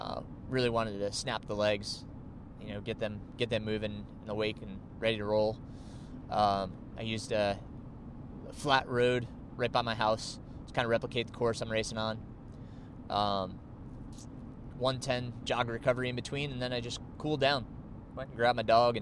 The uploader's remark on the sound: I recorded this episode while driving to NY to compete at the 50k National Road Championships.